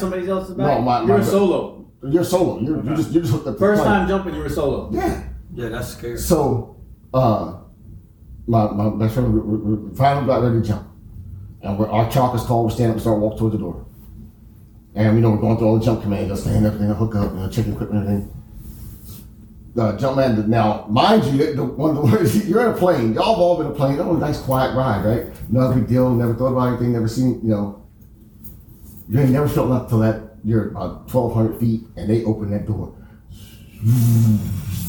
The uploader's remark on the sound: We apologize for the sound quality of the recording as the wrong input on the computer was selected